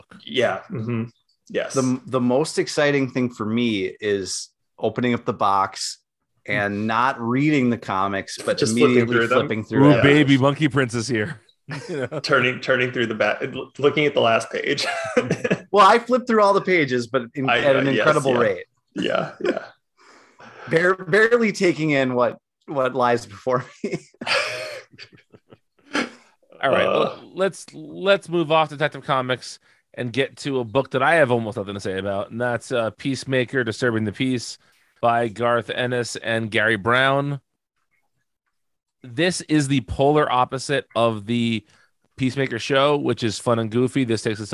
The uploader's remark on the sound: The boys get Zoom working again